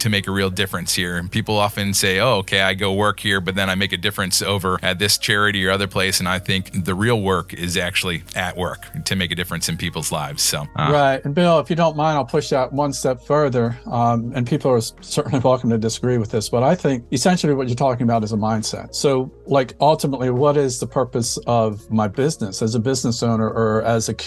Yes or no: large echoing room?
no